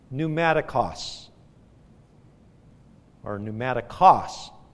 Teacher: or pneumatikos, stress on the last syllable